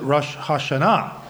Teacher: they chose the Sephardic emphasis, and so they pronounce it Rosh Hashanah with an accent on the last syllable